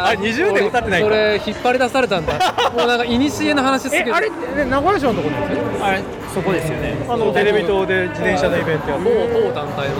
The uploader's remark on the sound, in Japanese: 屋外収録「マイナビ JapanCup 名古屋大会 - BMXフリースタイルの現場にて」